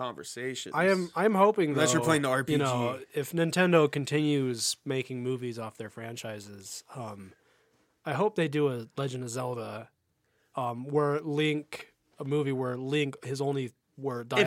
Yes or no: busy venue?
no